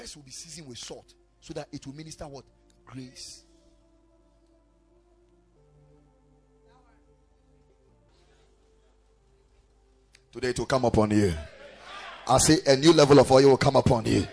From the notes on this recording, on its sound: Preached at the Ekklesia Chapel